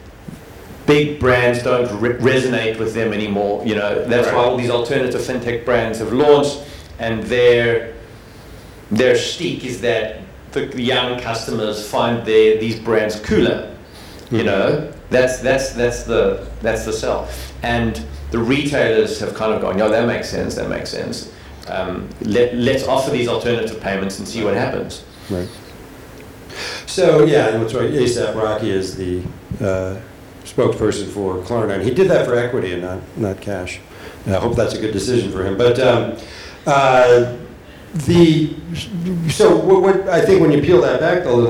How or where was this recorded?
busy venue